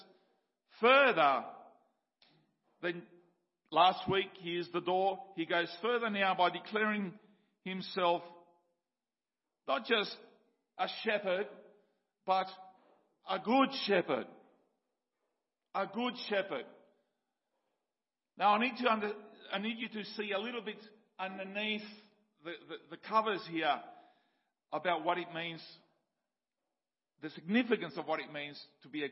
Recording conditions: large echoing room